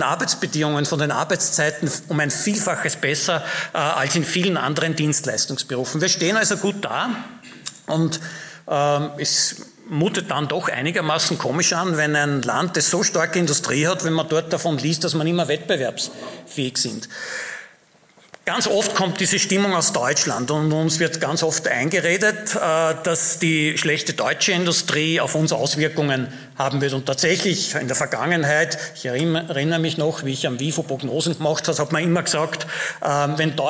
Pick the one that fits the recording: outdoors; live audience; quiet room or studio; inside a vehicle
live audience